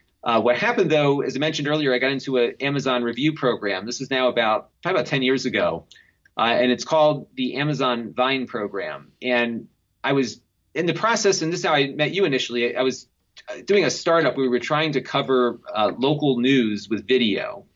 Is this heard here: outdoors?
no